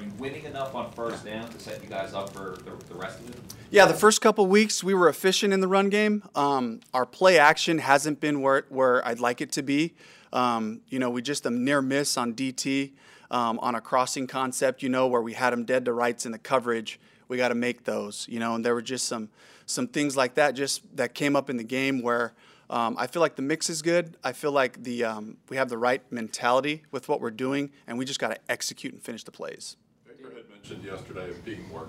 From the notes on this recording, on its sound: Press Conference.